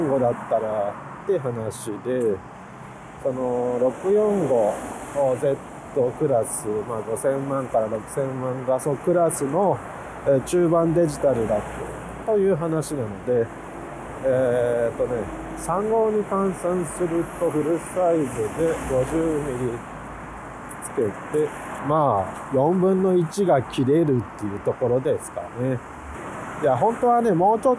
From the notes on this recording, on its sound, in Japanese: 雪の降った翌日、国道１号線より撮影しながらの収録です。